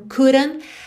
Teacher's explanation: Fazendo rarara nesse D, couldn't, e não marcando o T final, porque afinal é uma consoante oclusiva que pode aparecer mais, menos ou nada